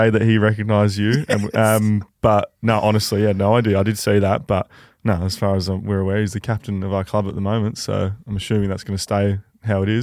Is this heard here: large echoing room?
no